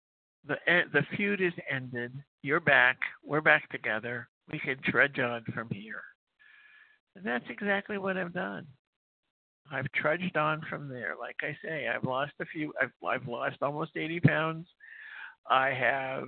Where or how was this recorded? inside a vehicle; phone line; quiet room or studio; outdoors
phone line